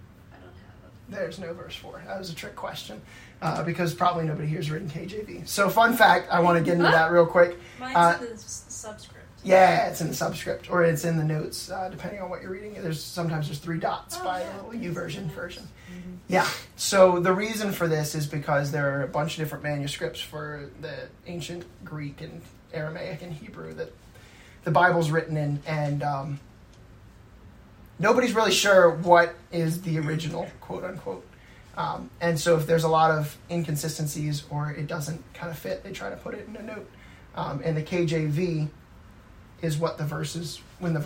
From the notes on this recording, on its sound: Please excuse the lesser quality audio.